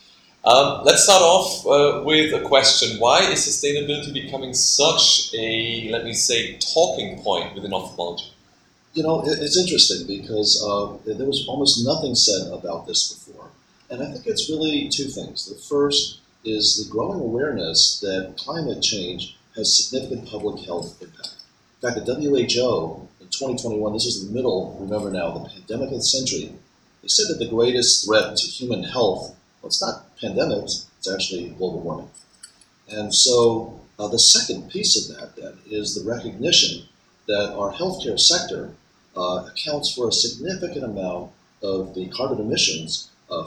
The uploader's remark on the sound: Recorded at ASCRS